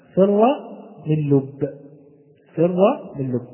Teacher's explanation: نلاحظ أن الفاء تخرج كما قلنا من الثنايا العليا مع بطن الشفة، والراء من طرف اللسان من ظهره، والميم من الشفتين، والنون من طرف اللسان مع تداخل الخشوم، واللام من طرف اللسان، والباء من الشفتين · Term: حروف الإذلاق